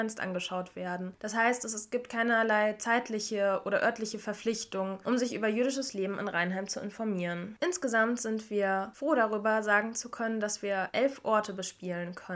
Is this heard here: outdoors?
no